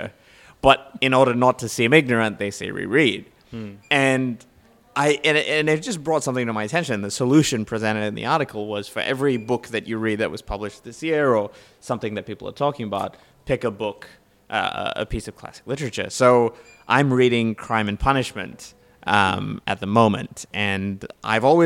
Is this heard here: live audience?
yes